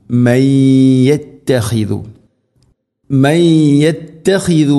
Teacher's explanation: സാക്കിനാ നൂന് ശേഷം യാ, നൂനിനെ യാഇലേക്ക് കൂട്ടിലയിപ്പിച്ച് മണിച്ചുകൊണ്ട് ഉച്ചരിക്കണം